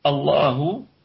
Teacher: الله الهمزة همزة لفظ الجلالة ثابتة في البدء ساقطة في الوصل، واللام مفخمة لأنها مسبوقة بفتحة. الله يكون فيها 7 أوجه، 3 بالسكون و3 بالإشمام ووجه بالروم.